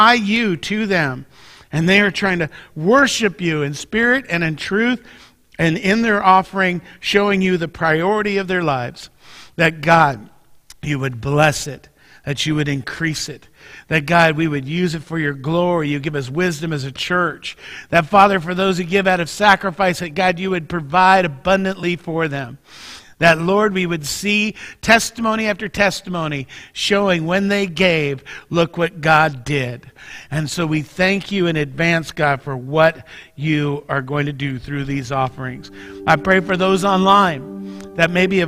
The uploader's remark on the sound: Mt. Zion Church Live!